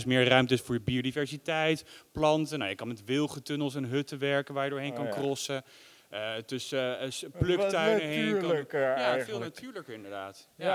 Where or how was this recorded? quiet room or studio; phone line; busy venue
busy venue